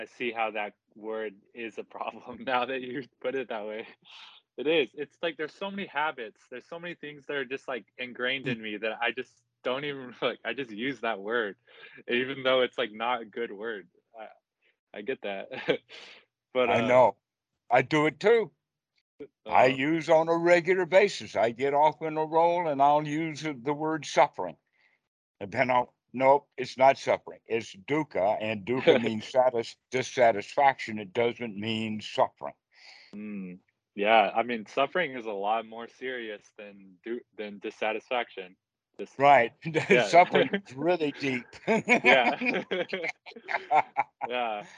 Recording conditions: video call